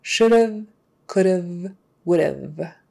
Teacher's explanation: just pronounce the word would, should, or could, and then immediately go into a V sound with your teeth on your lower lip and voicing it, v, v, v, v, the V sound.